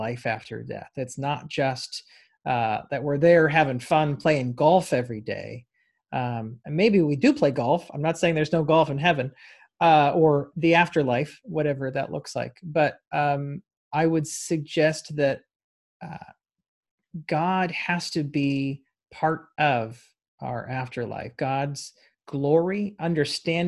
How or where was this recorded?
video call